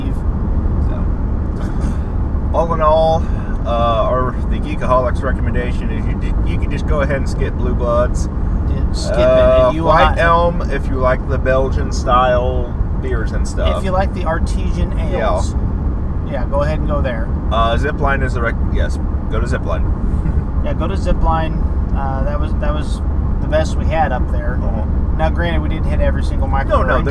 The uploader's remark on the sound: Geekaholics Road Trip Edition #2: Lincoln Brewery Reviews. We run the mic while driving and review our experiences and beers at some Lincoln, NE breweries. Nebraska shit roads are shit so there wasn't much I could do to fix the audio recorded there.